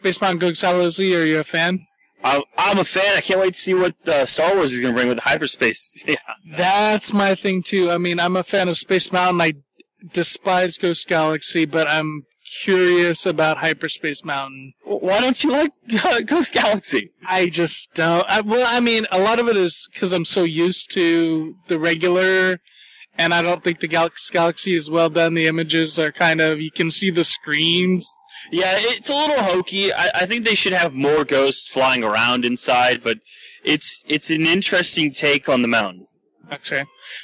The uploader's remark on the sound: special podcast recorded on-location at Disneyland